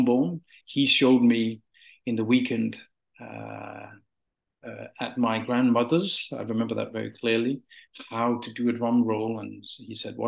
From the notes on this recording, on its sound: This interview was recorded on 15th September 2023 via Zoom.